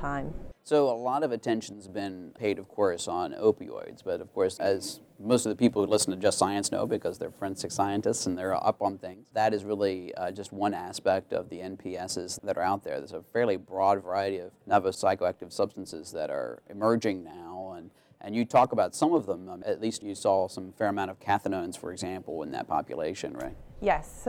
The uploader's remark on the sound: This episode was recorded at the America Academy of Forensic Sciences 2018 annual meeting